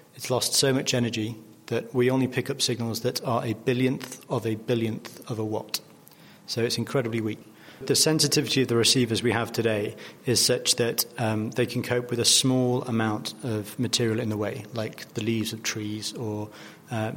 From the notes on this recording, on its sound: This week the show comes to you from the Royal Institute of Navigation's annual International Conference.